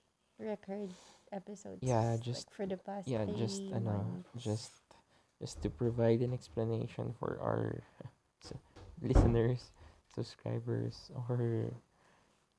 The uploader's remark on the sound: late-night convo (thus, explains the lazy & quiet sound of this convo)